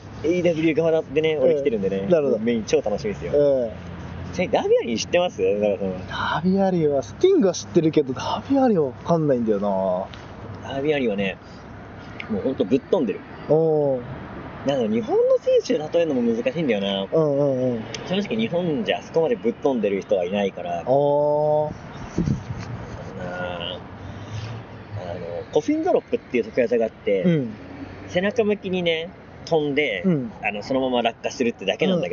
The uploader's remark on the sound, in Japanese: 横浜アリーナ前ゲリラ収録。今回は1.22グレート・ムタラストマッチが開催された、横浜アリーナ周辺で行ったゲリラ収録の模様をお届けします。